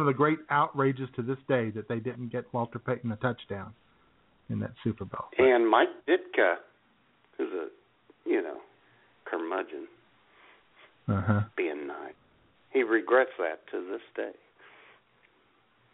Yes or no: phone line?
yes